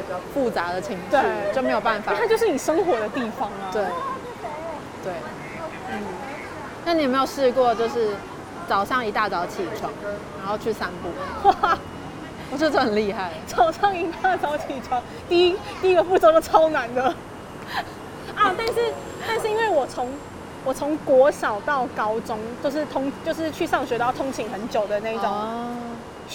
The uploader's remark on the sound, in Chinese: 邊散步邊錄音。將噪音打包成環境音，。為什麼想要在環境噪音中聊天？